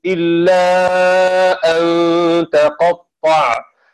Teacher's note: قرأ ابن عامر وحفص إلا أن تقطع بفتح التاء